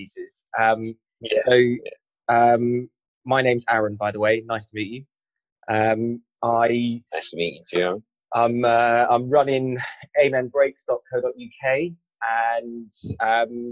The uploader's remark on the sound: You'll have to forgive the poor quality audio in this episode